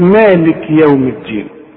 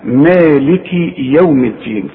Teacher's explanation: تسكنها اذا وقفت تقول مالك، انما اذا وصلت اكسر الكاف · Shown in: second take · مالكي، ها، مالكي يوم الدين.